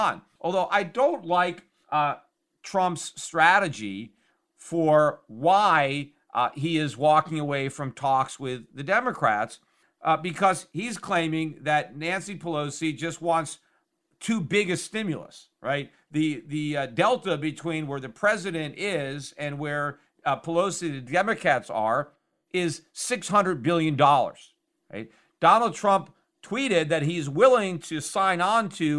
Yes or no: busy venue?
no